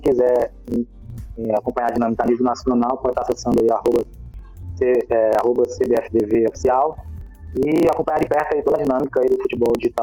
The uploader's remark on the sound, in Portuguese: Pedimos desculpas pela qualidade do áudio, pois neste programa tivemos problemas na transmissão.